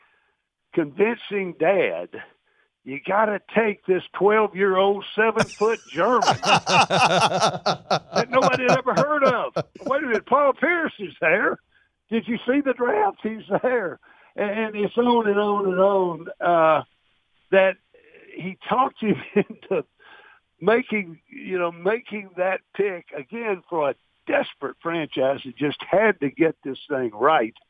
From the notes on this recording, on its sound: called